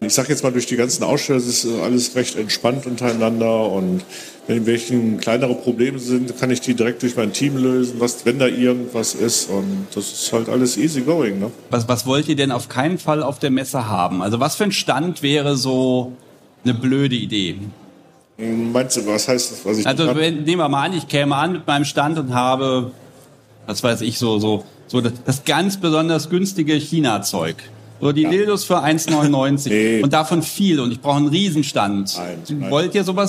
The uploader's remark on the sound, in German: Die erste Unvernunft vor Live-Publikum. Sind nach Hofheim gefahren, wenn dort fand die BoFeWo2023 statt. Ein Auto voll mit Audioequipment, ein paar Ideen und vor Ort tolle Menschen und eine kleine Bühne. Und schon gibt es die erste Unvernunft Live vor Publikum.